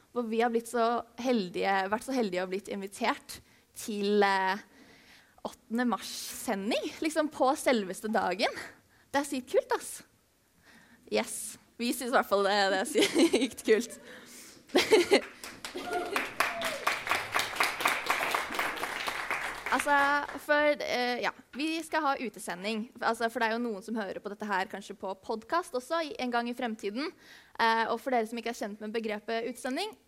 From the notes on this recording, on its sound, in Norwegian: Live fra HumSam 8.mars.